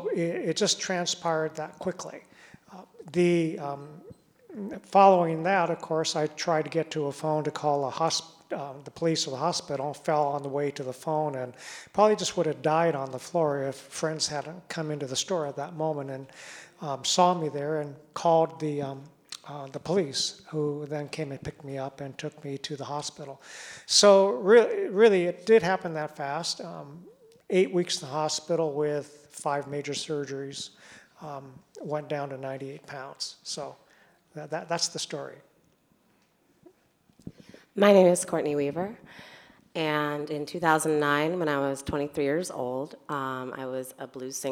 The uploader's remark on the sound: in a discussion at Town Hall Seattle on May 18